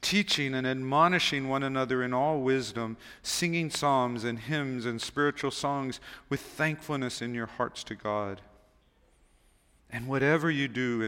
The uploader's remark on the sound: Recorded on December 31, 2023 at Waialae Baptist Church.